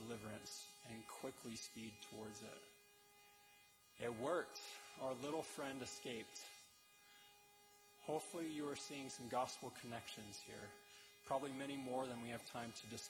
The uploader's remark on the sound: delivered November 7, 2023, at the Conference Center Theater